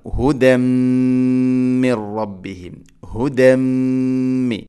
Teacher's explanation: ഹുദൻ എന്ന പദത്തിൽ തൻവീന് ശേഷം മീം, തൻവീന് ശേഷം മീം വന്നാൽ ഇദ്ഗാം ബിഗുന്ന എന്ന് വെച്ചാൽ തൻവീനിനെ മീമിലേക്ക് ഇദ്ഗാം ചെയ്യണം, മിക്സ് ചെയ്യണം, കൂട്ടിലയിപ്പിച്ച് മണിച്ചുകൊണ്ട് ഉച്ചരിക്കണം. ഹുദമ്മിർ റബ്ബിഹിം, ഹുദമ്മി, ഇങ്ങനെ മണിക്കണം.